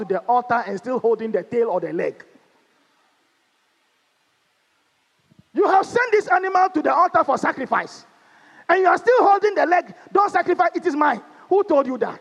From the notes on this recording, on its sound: Sermon preached at CBC Shiashie Campus